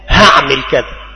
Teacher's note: والعامة المصريون قوم ذو حيل فجعلوا الحاء هاء